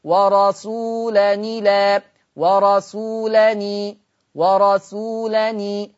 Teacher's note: كلمة ورسولا، ورسولا هبتدي أعمل فيها نقل فتبقى نون مكسورة فتقرأ ورسولني لا ورسولني ورسولني هكذا.